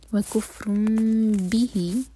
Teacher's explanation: وکفر به، راپر تھی تنوین لیکن تنوین کے بعد با آ رہا ہے تو تنوین جو ہے میم میں چینج ہو گئی، اقلاب ہوا.